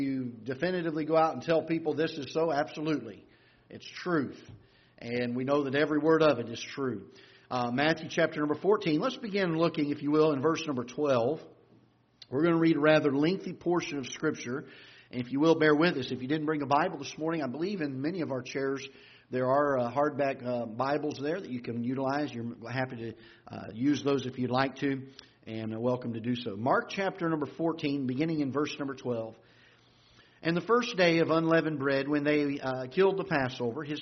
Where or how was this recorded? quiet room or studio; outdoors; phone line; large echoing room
large echoing room